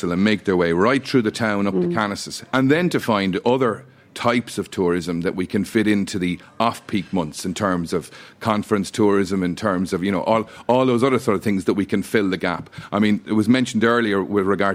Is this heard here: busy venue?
yes